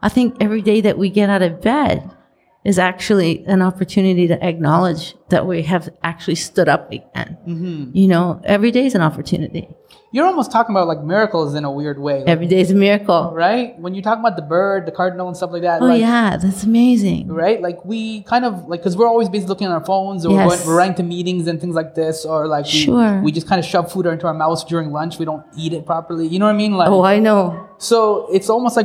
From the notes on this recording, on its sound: Recorded: Thursday, August 22, 2019 at 6:30 pm (EST) at Streaming at CF (Toronto Eaton Centre)